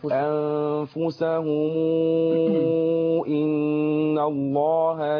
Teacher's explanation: فأنفسهم هيعمل صلة للميم كأني بقولها بواو، وهذه الواو تمد بمقدار 6 حركات